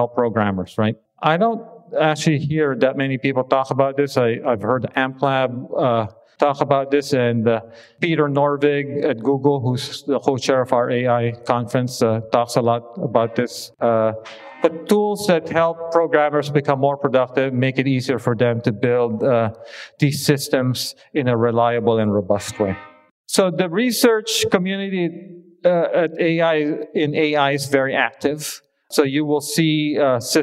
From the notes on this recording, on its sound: This episode consists of excerpts from a recent talk I gave at a conference commemorating the end of the UC Berkeley AMPLab project.